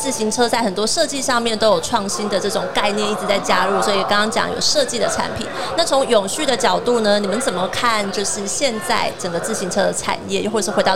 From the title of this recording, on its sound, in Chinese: 2022 Taipei Cycle台北國際自行車展-Live Podcast